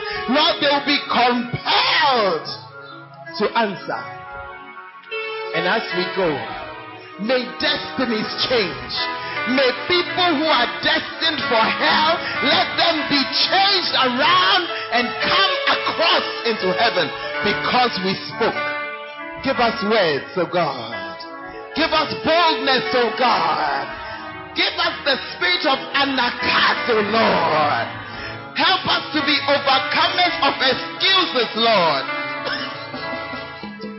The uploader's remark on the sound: Preached At Central Assemblies Of God, Ho